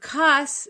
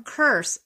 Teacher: The word cuss is actually from curse after the R got dropped. · Shown in: first take · Term: R-dropping